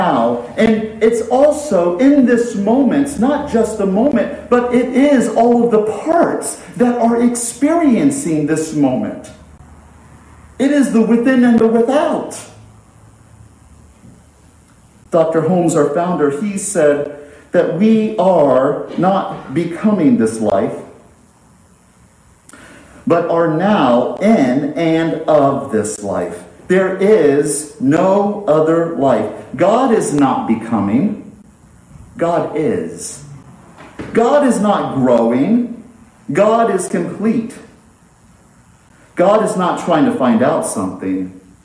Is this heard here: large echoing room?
yes